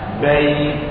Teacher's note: تجد أن وسط اللسان أصبح يحدد مخرج الياء